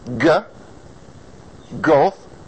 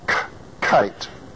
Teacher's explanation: Same, pretty much the same formation of the mouth. One's pitched and one's unpitched.